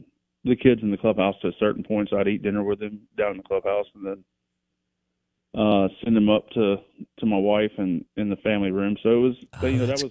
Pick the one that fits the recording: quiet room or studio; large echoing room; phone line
phone line